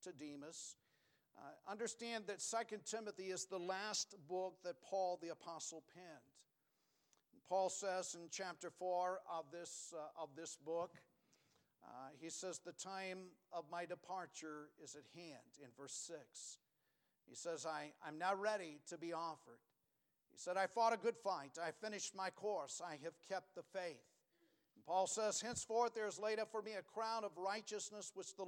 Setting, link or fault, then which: setting, large echoing room